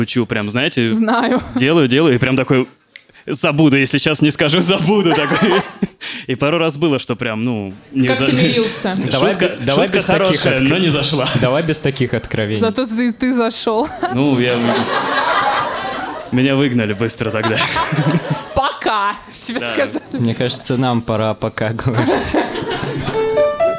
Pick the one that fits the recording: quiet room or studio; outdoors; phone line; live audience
live audience